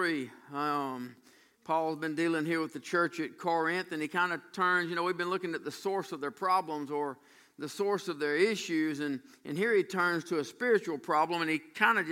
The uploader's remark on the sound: during the evening worship services on June 24, 2018